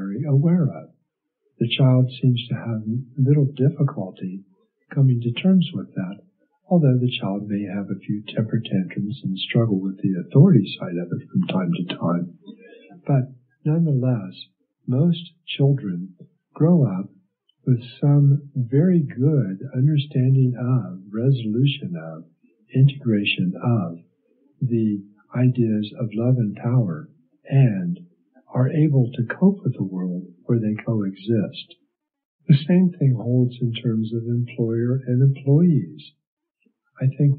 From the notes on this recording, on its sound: The audio quality is less than optimal. It sounds like I may have been talking in a tube.